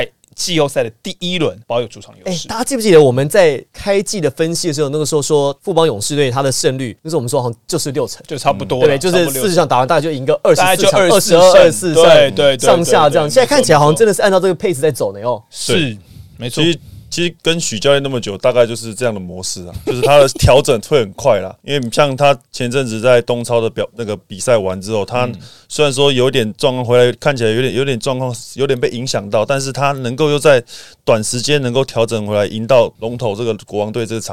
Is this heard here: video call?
no